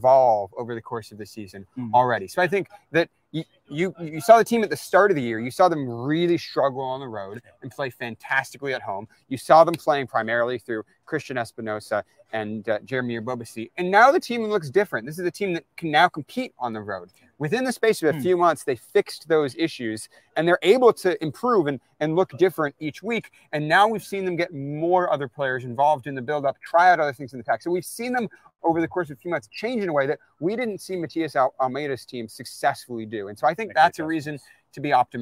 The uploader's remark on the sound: LIVE from Stanford Stadium!